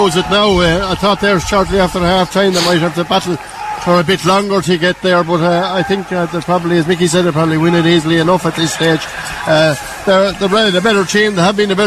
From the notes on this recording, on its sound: As KCLR takes a nostalgic journey back through the archives. Hear the echoes of cheers, the roar of the crowd, and the exhilarating commentary.